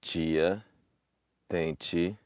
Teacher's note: Ch as in tia, tente. That's the palatalization of our T, which is typical of the southeast portion of Brazil